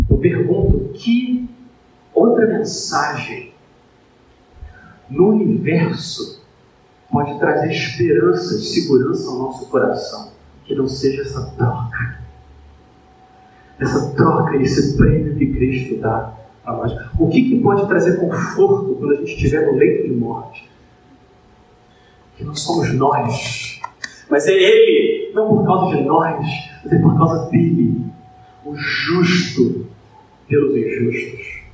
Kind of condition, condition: setting, large echoing room